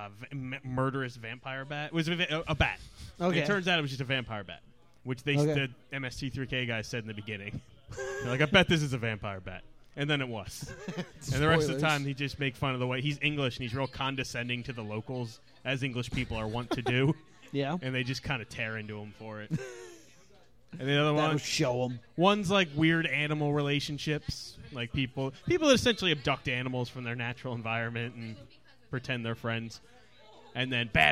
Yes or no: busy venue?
yes